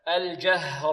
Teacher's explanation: والها مرققة، والراء ماذا؟ مفخمة لأنها مفتوحة